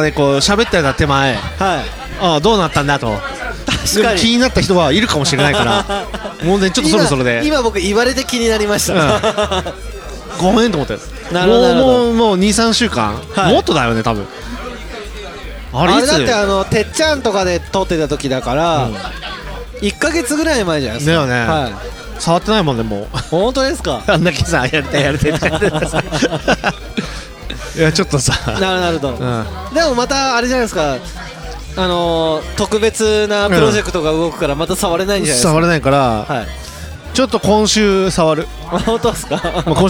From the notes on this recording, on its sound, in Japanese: 愛知県東海市を中心に、お酒を呑みながらおじさんが喋るラジオ。今回は東海市大田町にあります楓花亭さんで収録！